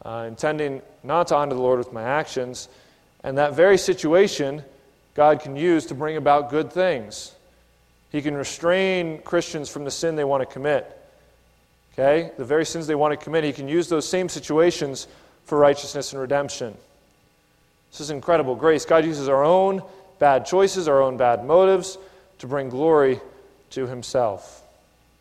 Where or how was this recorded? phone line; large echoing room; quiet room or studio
large echoing room